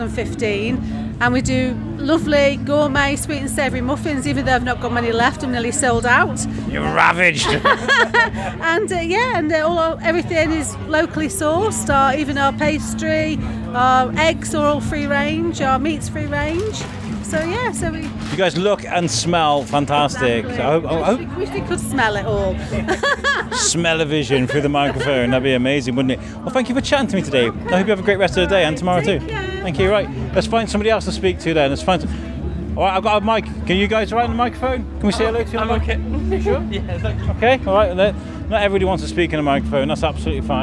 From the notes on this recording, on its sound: At Shrewsbury Food Festival 2022. Thousands of people entered The Quarry in Shrewsbury to the beloved festival where food smells filled the air, live music serenaded the masses, TV chefs walked upon the people and a certain podcaster was wondering around shoving his mic in peoples faces. Walked over 2 miles and collected more than 20 pieces of audio featuring some familiar voices and some new ones too. A Biscuit-Run where he hits record and just...walks.